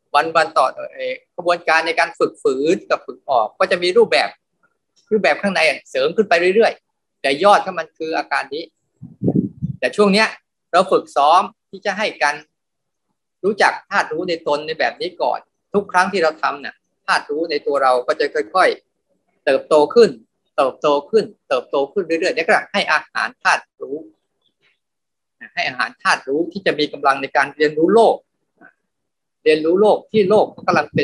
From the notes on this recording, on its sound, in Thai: คอร์สออนไลน์ (ผ่านโปรแกรม Zoom)